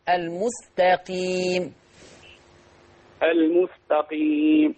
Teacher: انتبه إلى ترقيق حرف التاء في لفظ المستقيم، تاء وليست طاء · Term: ترقيق التاء